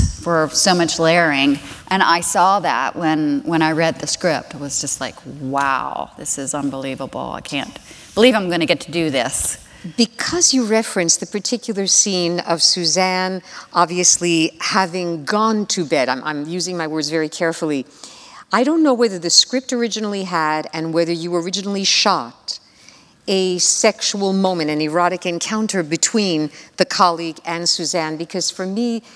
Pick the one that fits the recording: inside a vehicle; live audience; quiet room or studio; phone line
live audience